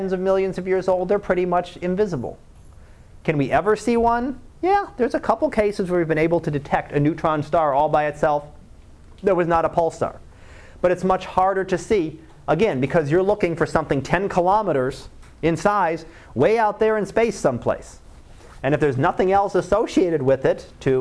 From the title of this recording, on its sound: Live Class Lecture